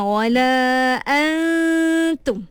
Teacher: Kita tak sebut secara jelas nun, betul tak? Kita terus masuk pada huruf ta. Tapi kita pinjam dia punya dengung. · Term: ikhfa